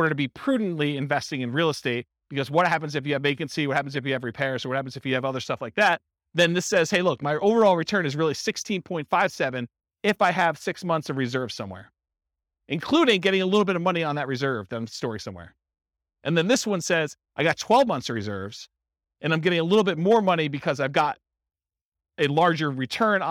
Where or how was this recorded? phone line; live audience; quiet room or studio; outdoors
live audience